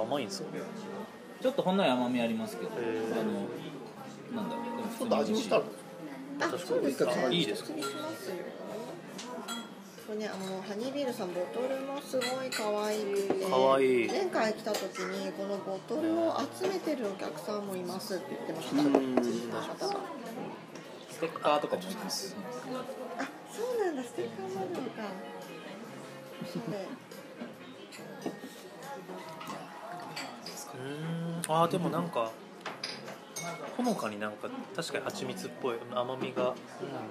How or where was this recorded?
busy venue